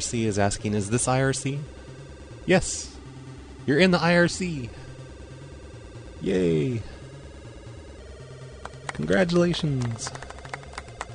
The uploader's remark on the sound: RBCP's Personal Prank Phone Calls Collection